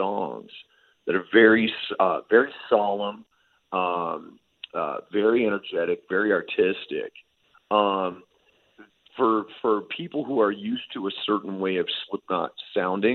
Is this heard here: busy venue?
no